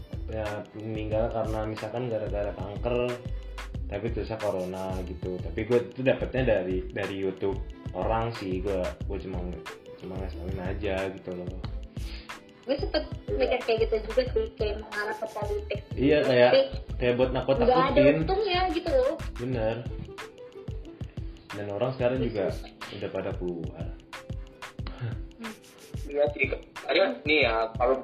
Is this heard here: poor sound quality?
yes